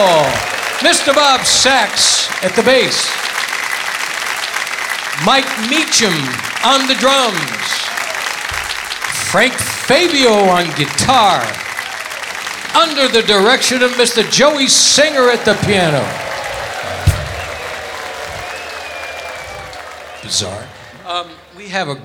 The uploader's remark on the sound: Live at the South Point Casino